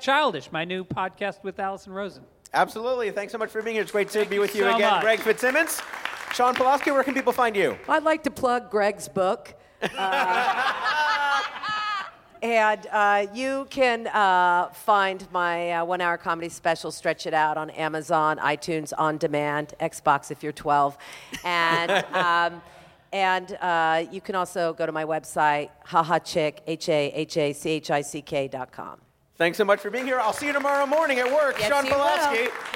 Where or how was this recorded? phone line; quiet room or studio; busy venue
busy venue